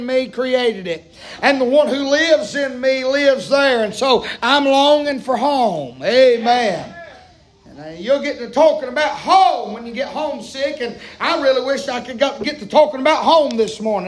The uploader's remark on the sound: preaching live from Still Water Baptist Church